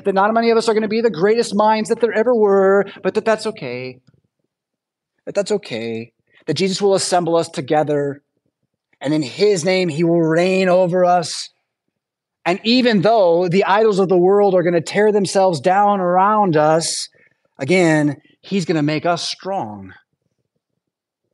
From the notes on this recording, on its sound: Preached at St Paul Lutheran Church , Rockford, Illinois on Sunday December 10th, 2023.